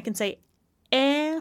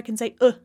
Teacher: I can say eh for and, or I can say uh, the schwa